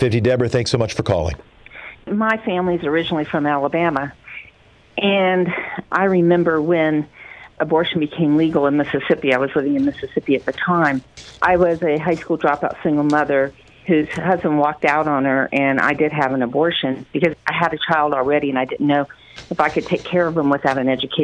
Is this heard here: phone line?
yes